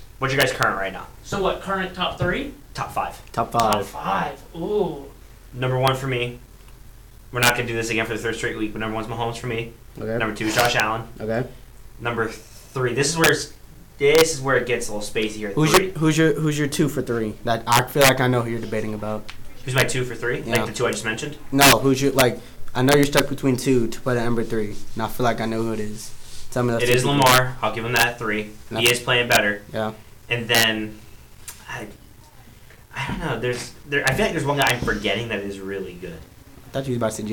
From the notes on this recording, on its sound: AUDIO WARNING